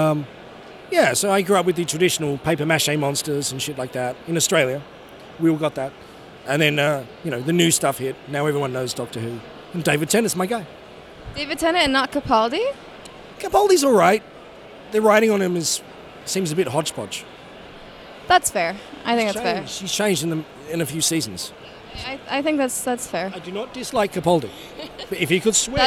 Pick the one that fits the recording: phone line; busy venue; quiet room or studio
busy venue